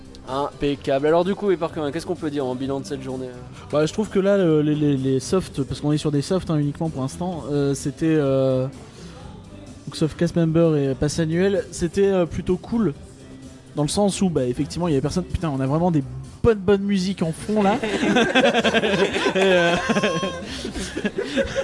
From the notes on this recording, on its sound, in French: Réouverture de Disneyland Paris en direct ! Le tout en direct du parc.